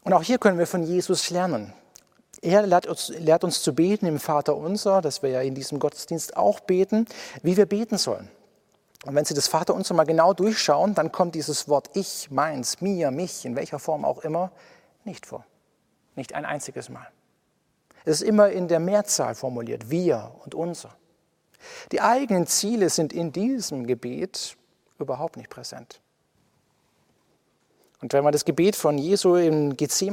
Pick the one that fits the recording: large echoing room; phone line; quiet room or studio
large echoing room